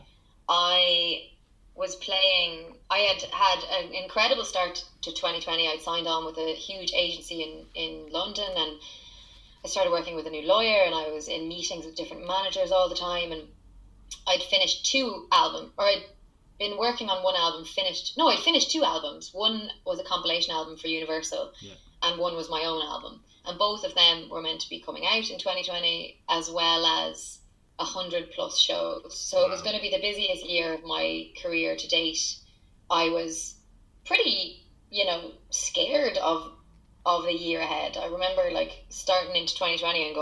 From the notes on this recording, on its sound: With all things technical failing on me this week, this was a chat that nearly didn't happen. My Zoom chat with the singer song writer.